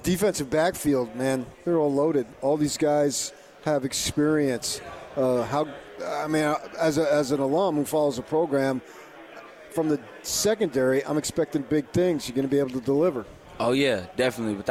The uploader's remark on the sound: LIVE from Pac-12 Media Day in Los Angeles, CA.